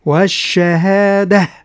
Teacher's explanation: والهاء لأنه حرف ضعيف، والشهادة، والتاء المربوطة التي نقف عليها تنقلب إلى هاء